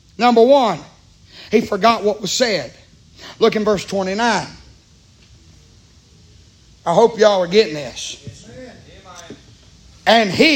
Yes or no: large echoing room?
yes